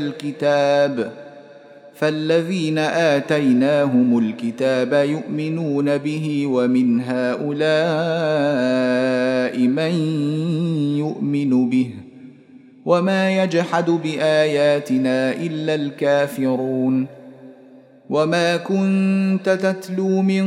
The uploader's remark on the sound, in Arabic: مسجل من صلاة التراويح بمسجد السلام بحي مشرفة بجدة.